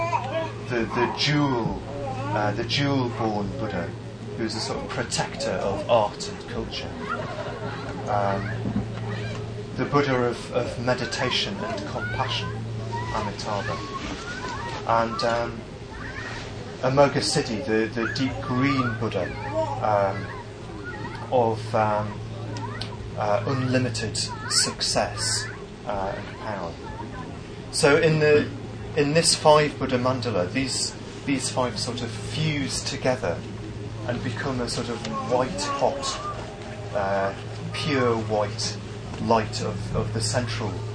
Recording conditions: poor sound quality